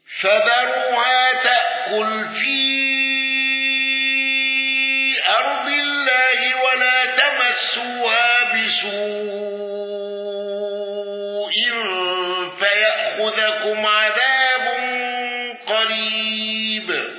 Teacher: ابن ذكوان بالسكت على المفصول واندرج معه حفص وإدريس.